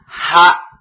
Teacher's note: Lemahnya sandaran makhraj. Bersamaan keluarnya suara, keluar nafas. · Term: hamas